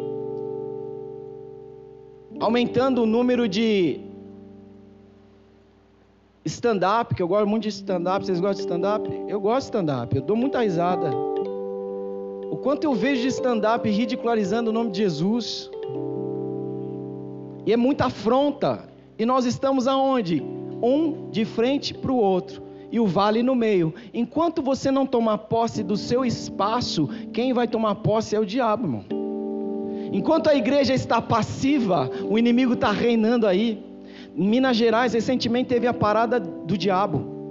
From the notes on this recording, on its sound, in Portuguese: Culto gravado em 11/12 durante a celebração do culto.